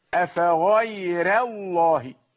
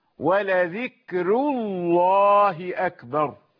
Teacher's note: ينطقها بالتفخيم، يفخم اللام مع ترقيق الراء